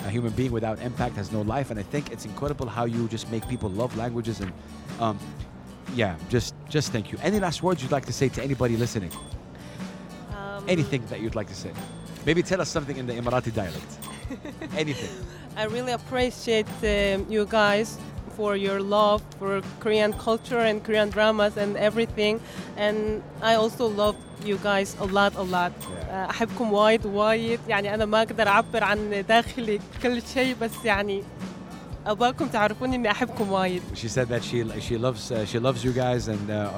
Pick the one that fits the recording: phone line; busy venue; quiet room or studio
busy venue